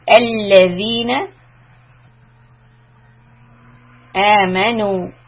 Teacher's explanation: two counts on Hamza Alif, and the Noon Waw is called Madd Tabi'i, and we stretch that two counts. آمَنُوا لَا، two counts.